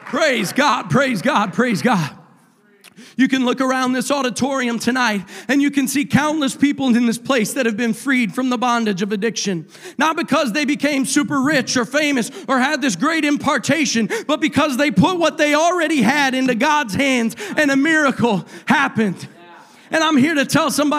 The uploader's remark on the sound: a service recording from Connect Point UPC